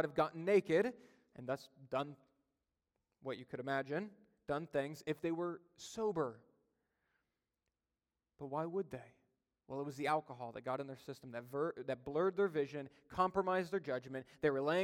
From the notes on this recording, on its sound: During a Sunday Evening Service.